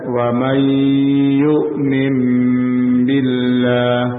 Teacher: Kemudian wa may yu'min billah, wa may nun sukun setelahnya huruf ya, ini idgham digunnah naqis, jadi gunnah tapi tidak sempurna